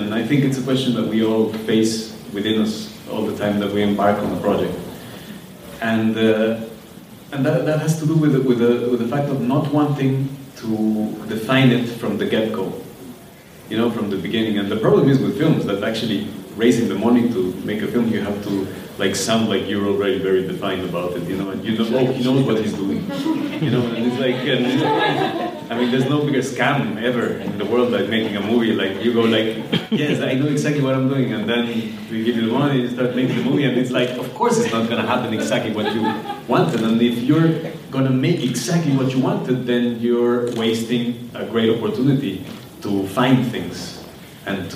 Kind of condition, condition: setting, live audience